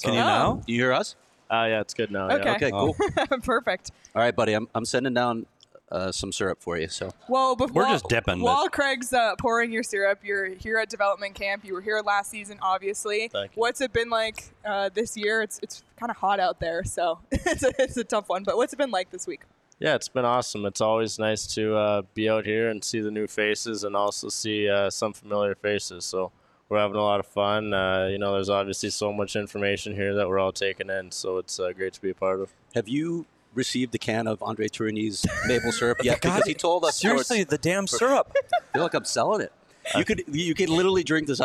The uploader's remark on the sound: Live at the Ice Den Scottsdale.